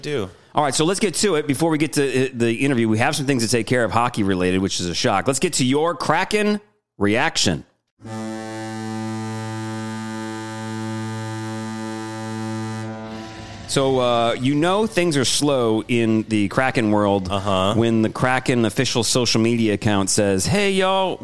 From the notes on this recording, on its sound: from a coffee shop in Kingston